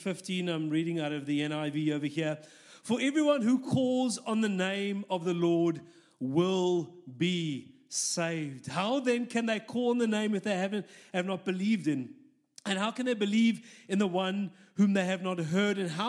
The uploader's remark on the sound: This message was recorded live at our Malmö Gathering on Sunday, November 19th, 2023. C3 Church Malmö & Lund.